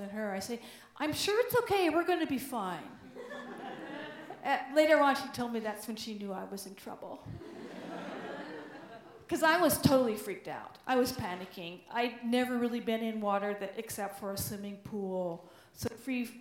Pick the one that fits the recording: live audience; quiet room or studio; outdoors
live audience